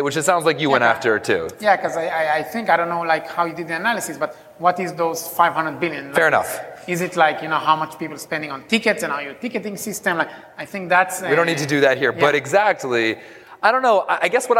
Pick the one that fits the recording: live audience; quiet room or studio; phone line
live audience